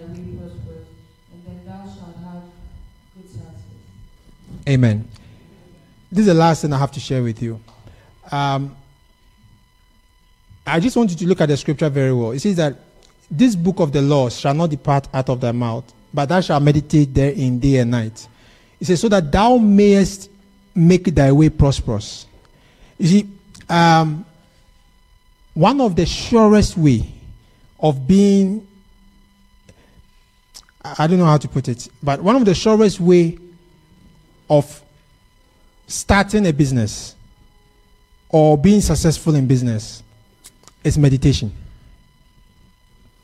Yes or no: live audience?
yes